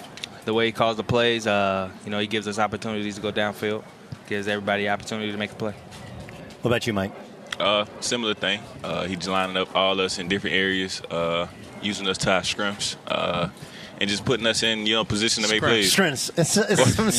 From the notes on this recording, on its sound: LIVE from Chargers training camp in Costa Mesa, CA